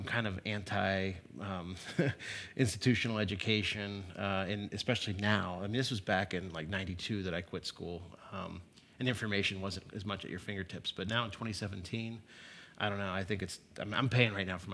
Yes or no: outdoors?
no